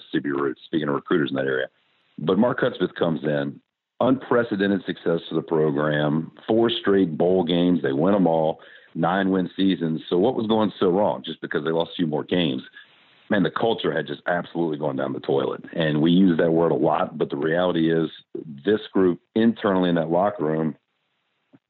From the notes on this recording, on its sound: on the Modern Woodmen phone line